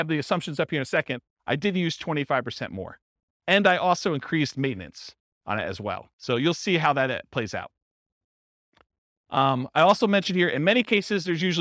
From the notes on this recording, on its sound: This was a live class recorded.